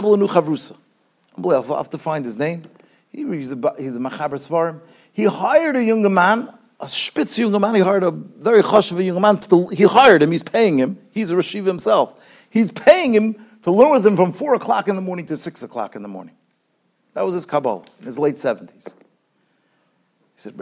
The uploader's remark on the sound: Shiur recorded in Yeshivas Ohr Reuven, Monsey, NY.